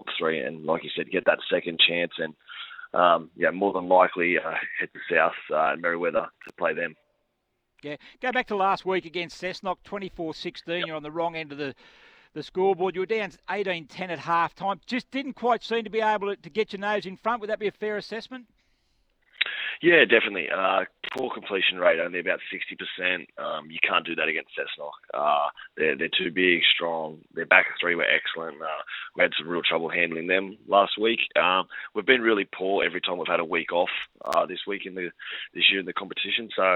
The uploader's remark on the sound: jumps on the line